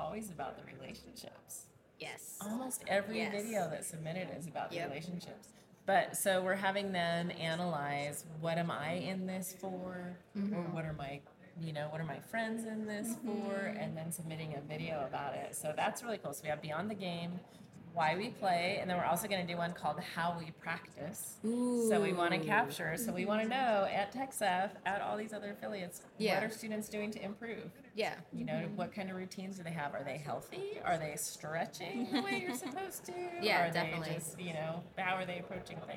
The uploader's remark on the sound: hosted LIVE from the EsportsNext 2023 conference